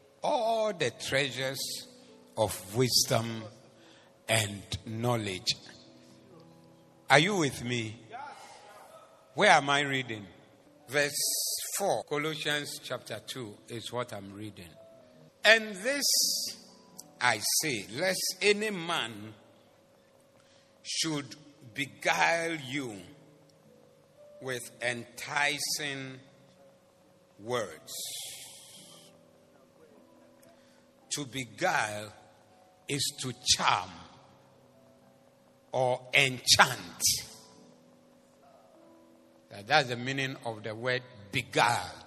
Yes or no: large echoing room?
yes